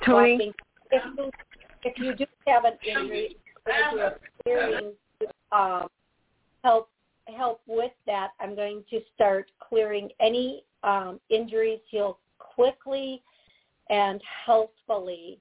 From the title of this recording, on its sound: Live Call